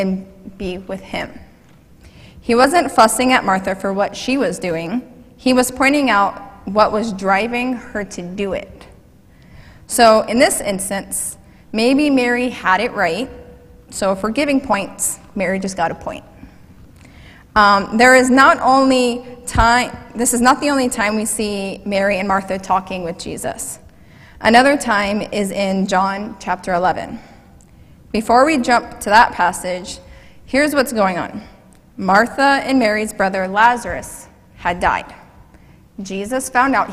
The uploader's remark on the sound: Mt. Zion Church Live!